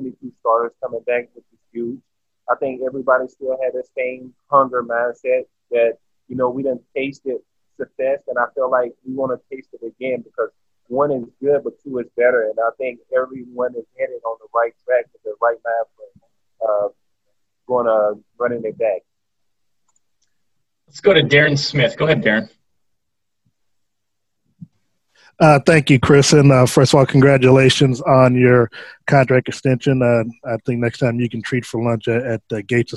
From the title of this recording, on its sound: Zoom conference call